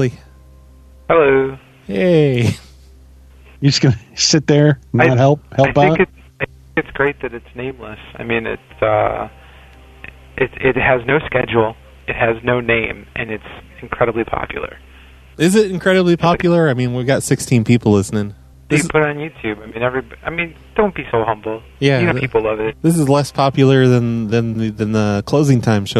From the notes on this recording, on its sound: a late-night Thursday call-in show